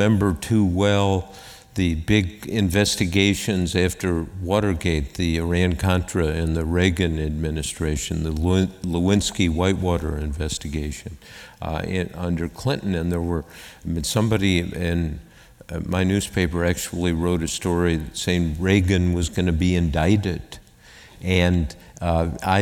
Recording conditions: live audience